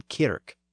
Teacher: the prominent northern K sound in kirk instead of the southern church